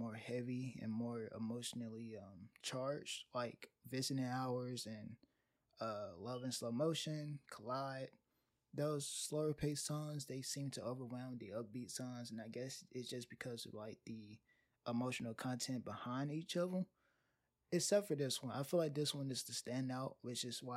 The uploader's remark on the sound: The audio might be a bit touchy (some music louder than others, etc.) as I didn't record this in one setting so I might have to adjust my voice levels.